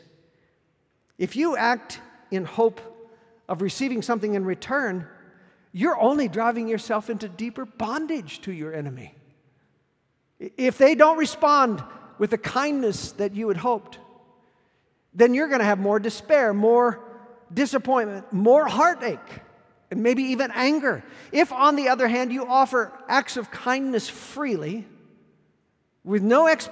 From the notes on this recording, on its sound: Recorded at our Sunday gathering on September 03, 2023 in Port Orchard WA.